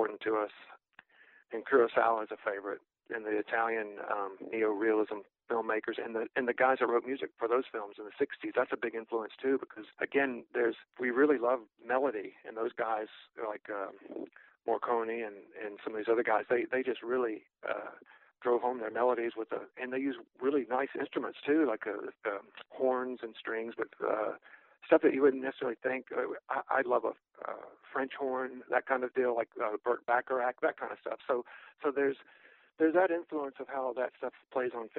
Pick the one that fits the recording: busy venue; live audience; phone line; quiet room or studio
phone line